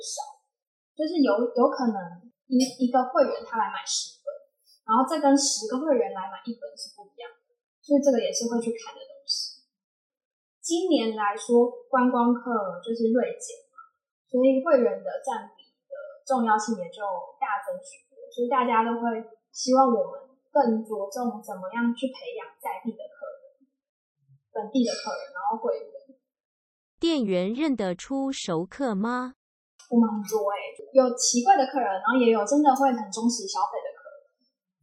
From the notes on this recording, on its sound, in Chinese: 現場收音設備不足，後製已盡量降噪處理，音質不佳敬請見諒。